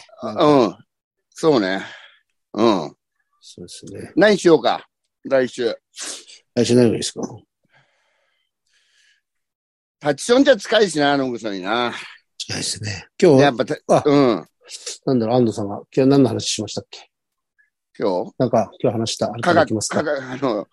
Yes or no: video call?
yes